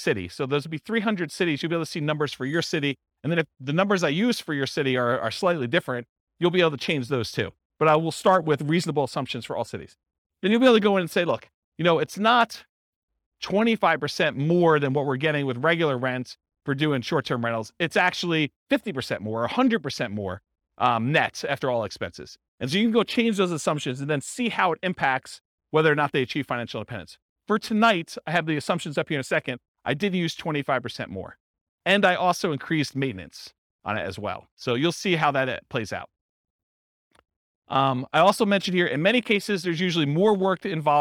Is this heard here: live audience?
yes